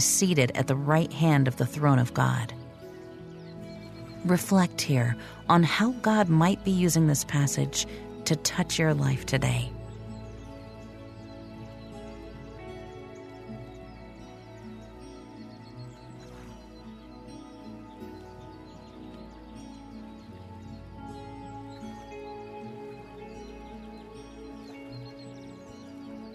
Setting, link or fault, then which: fault, sounds in the background